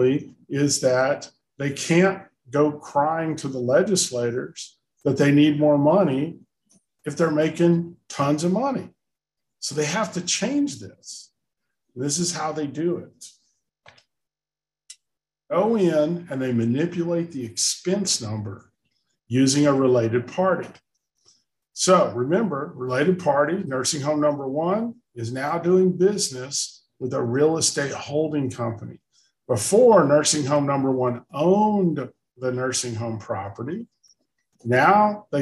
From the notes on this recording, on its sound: we are sharing the audio from Consumer Voice’s webinar